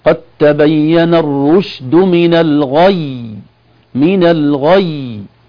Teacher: إذا وقفنا من الغي نشد فيها شدة أو نسوي فيها نبرة صوتية تعطينا زمن سكونين متتابعين وليس سكون واحد. هي في الأصل الغي، أصلها ياءان، حرف مشدد. · Term: ياء مشددة